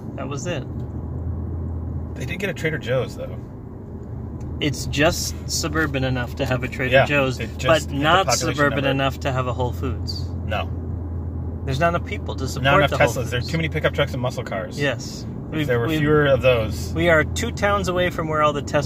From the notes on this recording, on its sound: Driving south toward San Diego, trying not to lose our minds.